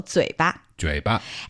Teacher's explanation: 嘴, that's the third tone. Yeah. And 巴 there is the light tone.